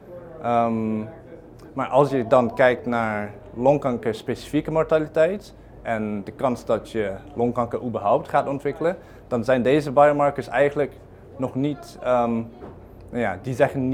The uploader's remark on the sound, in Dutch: tijdens het IASLC 19th World Conference on Lung Cancer in Toronto, Canada.